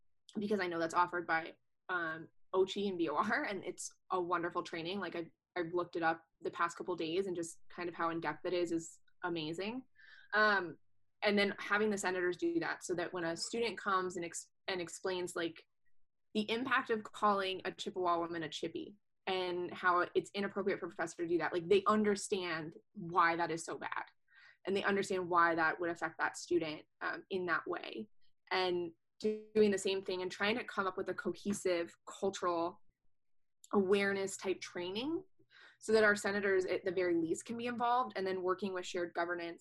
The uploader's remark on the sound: Over zoom.